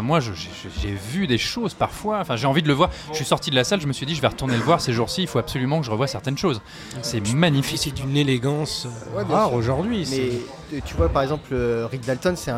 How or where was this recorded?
busy venue